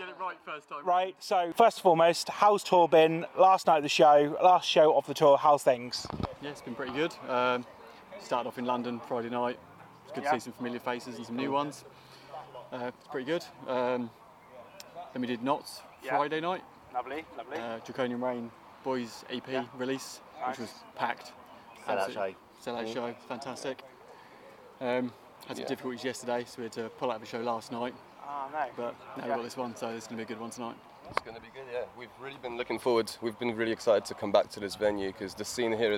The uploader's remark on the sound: Recorded in the beer garden of B2 in Norwich.